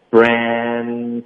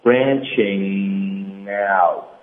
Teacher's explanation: 那这是一个后鼻音连读